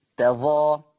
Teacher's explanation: الكلمة الأخرى في الآية رقم 85 كلمة تظاهرون، كلمة تظاهرون. يقرأ حفص بفتح التاء وتخفيف الظاء، تظا فتح التاء وتخفيف الظاء.